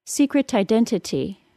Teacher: They would not say the first T at all because it is between an N and a vowel sound. The second T is between vowels, and so it turns into a quick D sound.